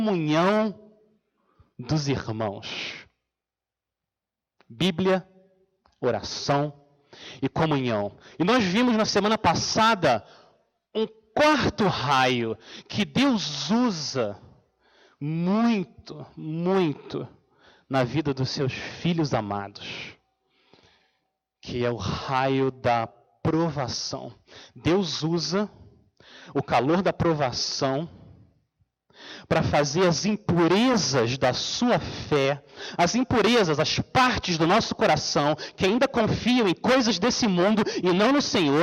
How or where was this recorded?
large echoing room